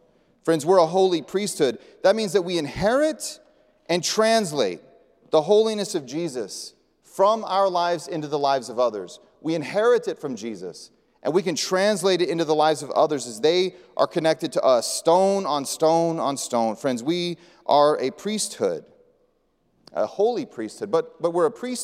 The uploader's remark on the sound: presented by Asbury Seminary Kentucky Chapel, recorded on Thursday, May 4, 2023 at Asbury Theological Seminary's Kentucky campus